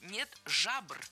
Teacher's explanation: Правильный вариант – нет жабр. Никакой «е» появляться здесь не должно.